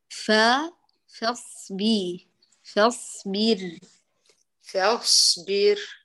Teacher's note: الفاء منفتح ومستفل ومهموس وضعيف جدا والصاد فيه الصفير وإطباق استعلاء. هاتي الصفات القوة في الصاد وأظهري القوة بمجاورة الفاء. · Term: إطباق الصاد